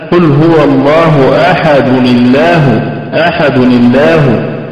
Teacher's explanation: حركت الدال بالضمة، وهنا للتخلص من التقاء الساكنين، لأن لام لفظ الجلالة ساكنة والهمزة ساقطة حالة الوصف، في حالة الوصف. · Term: الحركة عارضة